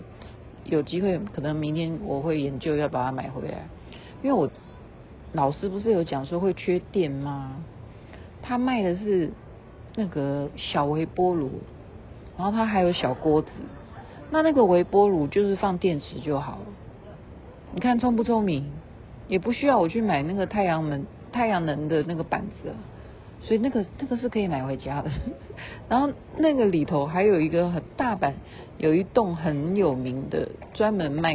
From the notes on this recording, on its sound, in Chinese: 現在位置在日本大阪，梅田的170公尺樓的「空中庭園展望台」